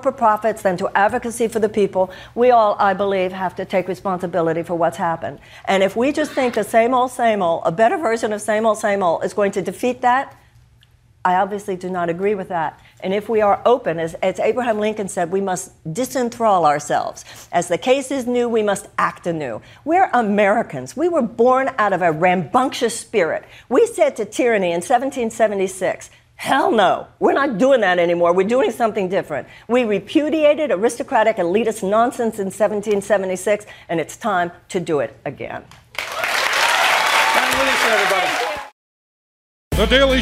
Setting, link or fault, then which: setting, live audience